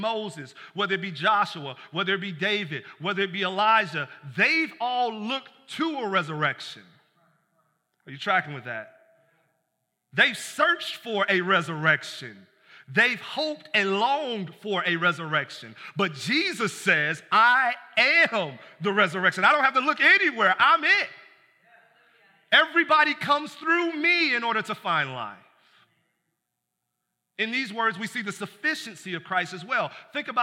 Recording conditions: large echoing room